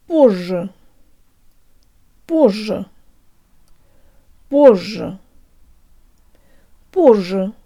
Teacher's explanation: Not позже with a short or shallow sounding z, but with a longer and deeper one.